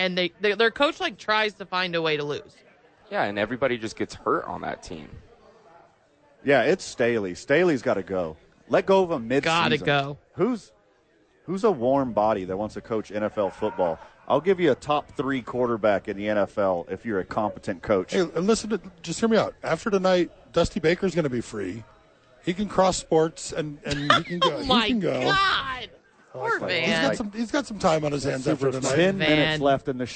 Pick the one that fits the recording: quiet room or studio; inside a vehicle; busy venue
busy venue